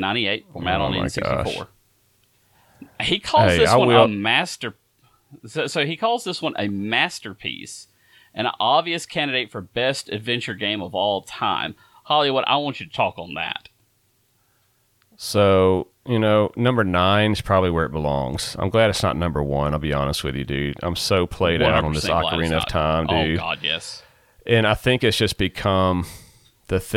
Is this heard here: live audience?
no